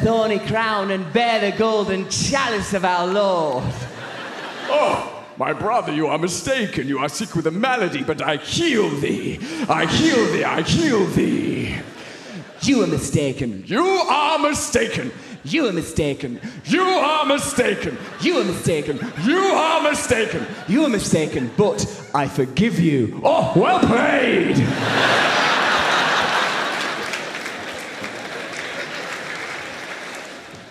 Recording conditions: live audience